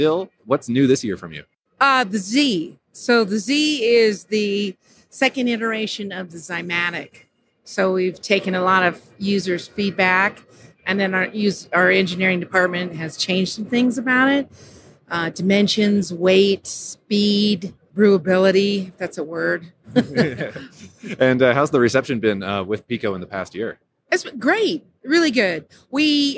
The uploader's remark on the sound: Recorded on location at Great American Beer Festival - Denver, CO